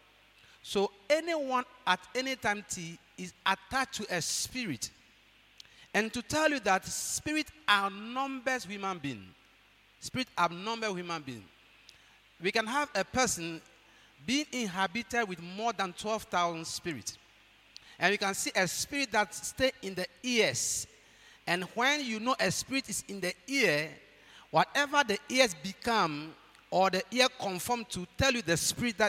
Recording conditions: large echoing room